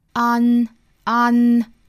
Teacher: 注意它是倒三角 a 和后面的这个前鼻音 n 的连结